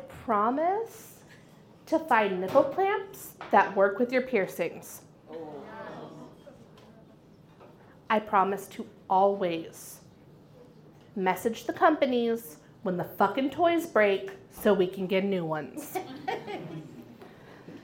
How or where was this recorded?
live audience